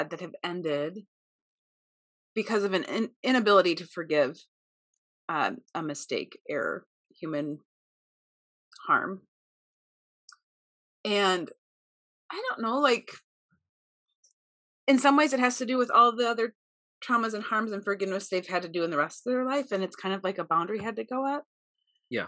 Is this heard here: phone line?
no